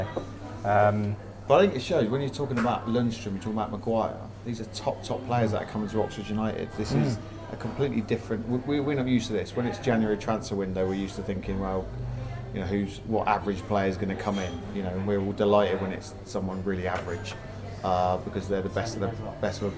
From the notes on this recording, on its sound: Recorded at the Boundary House, Abingdon.